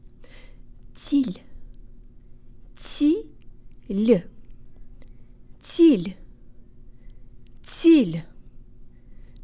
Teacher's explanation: Tell your brain unstressed yes sound like E's, and tack a tiny Y sound on the end of the L · Term: soft L